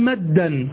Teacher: فالدال الأولى ساكنة، الدالة الأولى ساكنة، فهذا مثال الإدغام الصغير